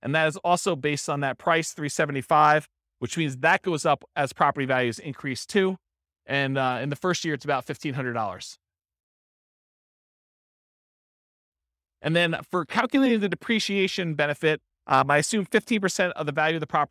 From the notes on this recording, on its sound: This was a live class recorded.